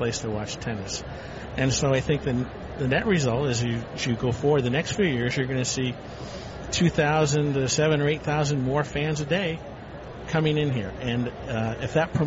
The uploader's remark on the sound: Live from the 2016 US Tennis Open.